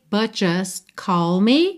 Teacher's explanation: Em but, just, você praticamente não ouve esses t's, que são aquelas consoantes oclusivas pintadinhas de vermelho que você já sabe que podem aparecer mais, menos ou nada.